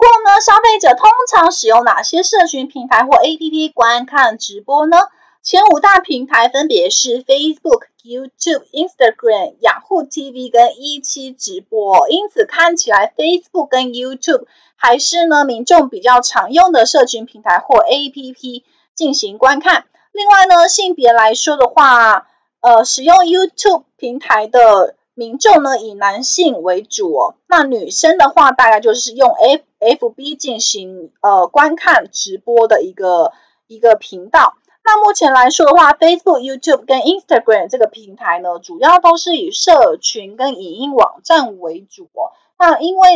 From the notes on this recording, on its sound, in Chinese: 本集有些許雜音，已亟力避免，如有察覺請多多包涵